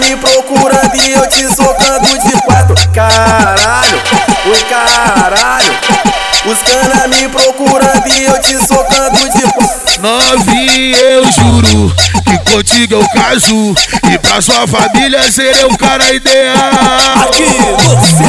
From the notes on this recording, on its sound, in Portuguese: MEGA AO VIVO NO BAILE DO CDB.